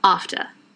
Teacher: a って、ちょっと奥の方と、t。が発音がちょっと立ってて